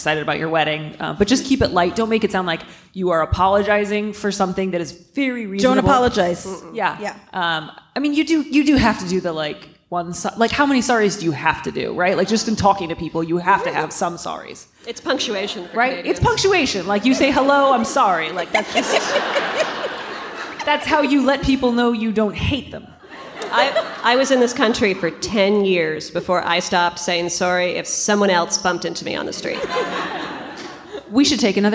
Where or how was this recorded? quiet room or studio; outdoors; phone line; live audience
live audience